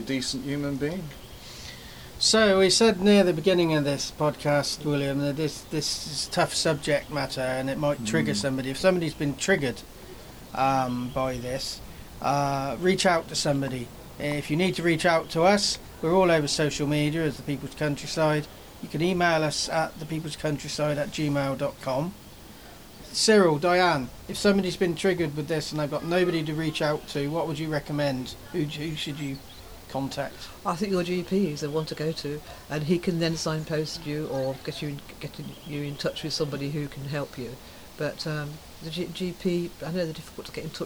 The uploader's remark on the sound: Recorded on the balcony of the home